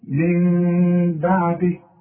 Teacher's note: اذا هنا مش هضم شفايفي. هيحصل انفراد في الشفايف خفيف علشان يحصل الاخفاء · Term: اقلاب